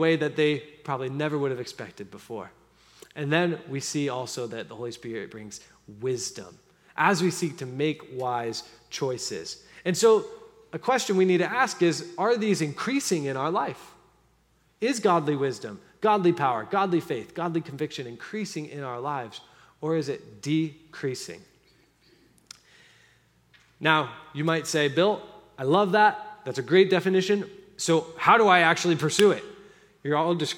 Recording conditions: large echoing room